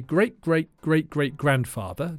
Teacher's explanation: I drop my T's at the end of great and bought, and my vowel sounds are much lazier.